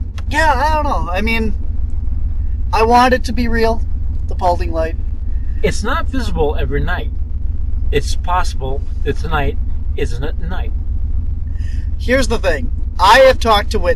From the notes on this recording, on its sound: on location recording from the Paulding Light on January 30th